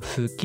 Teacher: 関西だと「好き」って言ってちゃんと「う」を発音するんですよ